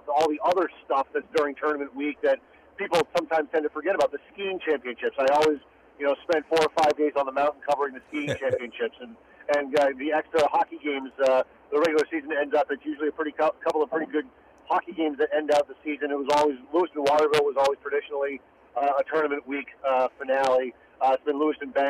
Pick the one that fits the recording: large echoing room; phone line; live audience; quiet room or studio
phone line